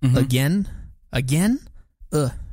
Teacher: la primera A no suena como A o A, suena como uh · Term: schwa